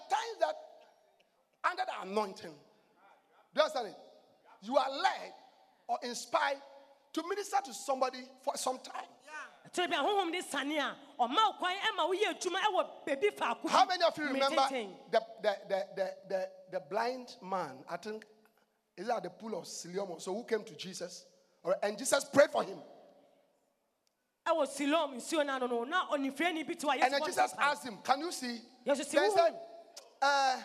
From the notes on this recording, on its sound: Preached at The Life Cathedral, Ofaakor-Kasoa.